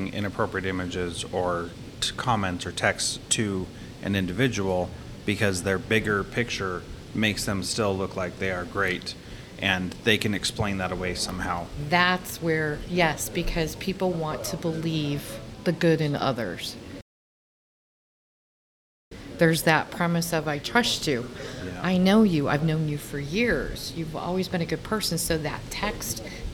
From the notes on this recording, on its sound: This interview is from a recent conference